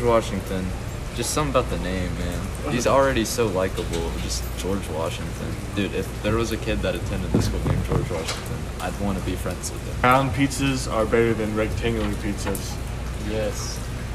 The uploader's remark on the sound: join you from a picnic table outside the cafeteria during a rainstorm.